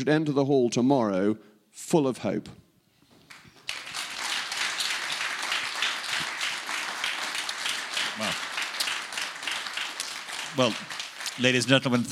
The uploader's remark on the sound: It's a very special edition of the podcast this week as we take you inside Tory conference in Manchester for a fascinating, fun-packed conversation.